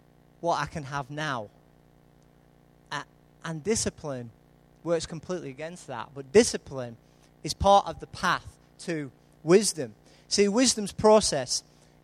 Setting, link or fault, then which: setting, large echoing room